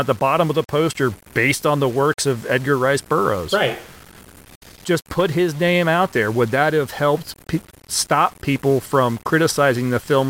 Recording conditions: poor sound quality